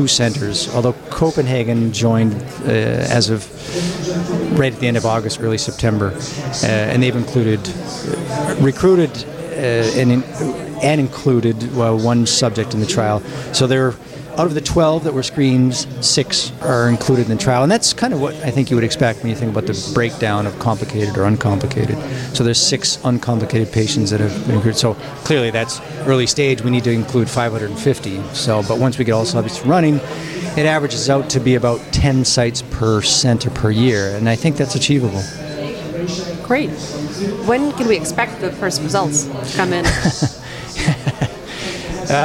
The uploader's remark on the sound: We continue with another live recording from ESVS AM 2023.